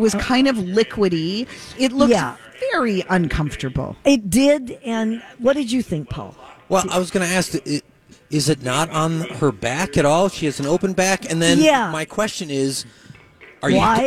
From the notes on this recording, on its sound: They relay their experience while they broadcast live from the Science Museum of Minnesota for a Santa Stop.